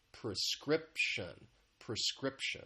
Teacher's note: One thing that I want to point out very quickly is just the pronunciation has three syllables. The stress is on that second syllable